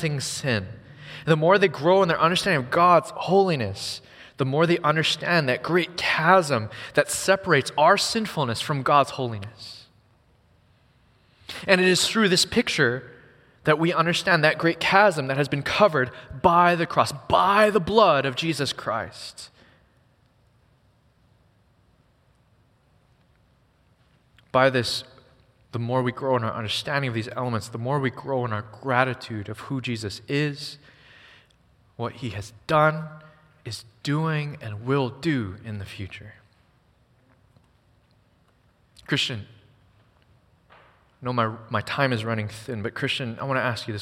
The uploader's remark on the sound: Recorded on February 4, 2024 at Waialae Baptist Church.